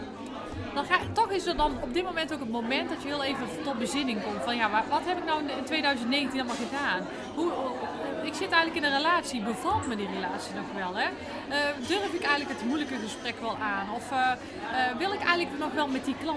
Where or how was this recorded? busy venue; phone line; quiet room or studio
busy venue